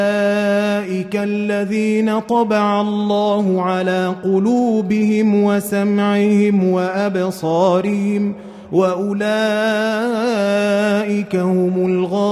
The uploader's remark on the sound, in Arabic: مسجل من صلاة التراويح بمسجد السلام بحي مشرفة بجدة.